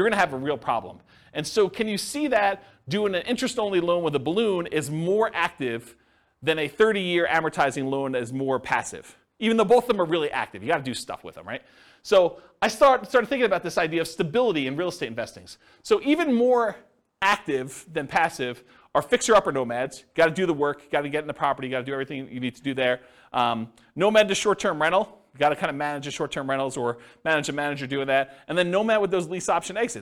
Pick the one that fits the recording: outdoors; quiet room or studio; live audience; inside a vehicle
live audience